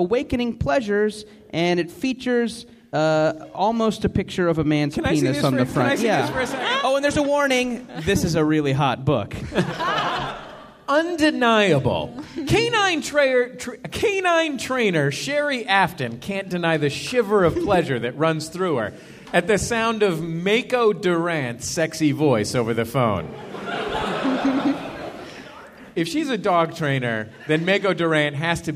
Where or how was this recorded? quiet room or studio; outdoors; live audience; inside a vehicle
live audience